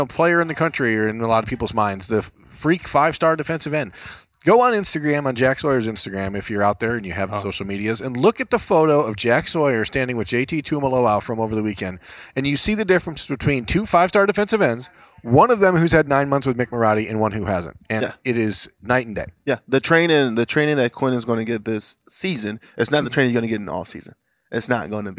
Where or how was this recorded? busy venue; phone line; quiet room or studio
busy venue